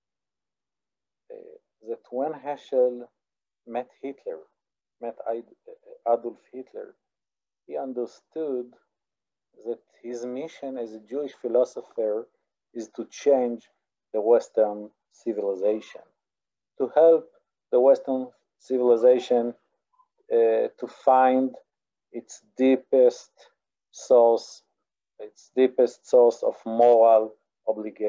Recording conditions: video call